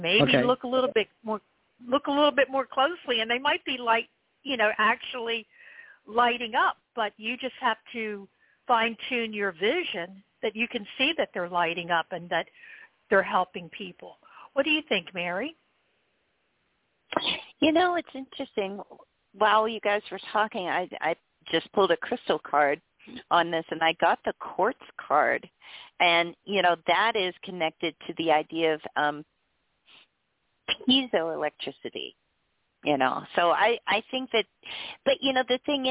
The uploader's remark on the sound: Taking your Calls for FREE Tarot Readings, Live On-Air!